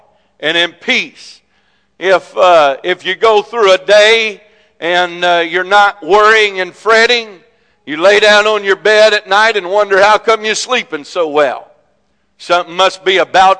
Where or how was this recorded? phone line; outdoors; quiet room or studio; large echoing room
large echoing room